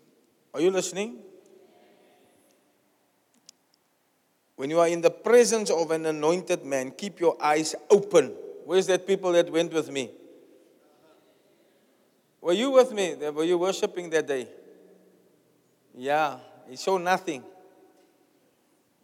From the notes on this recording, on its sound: Preached at the Zion Sanctuary, Cape Town on the 21st May 2023